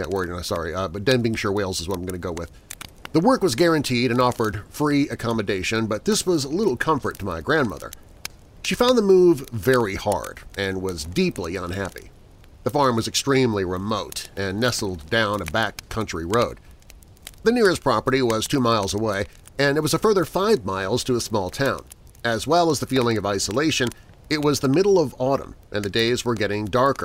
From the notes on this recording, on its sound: Once a month I come to you without the fancy production and creepy music, and it’s just you, me, and this campfire with whatever Mother Nature wants to send our way for background noise. Background music provided by Alibi Music, EpidemicSound and/or AudioBlocks with paid license.